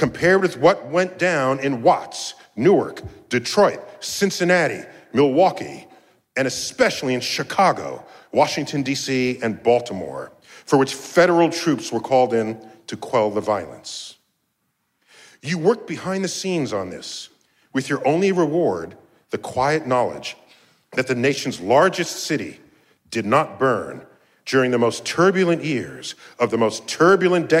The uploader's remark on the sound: StarTalk Live at NYCC 2019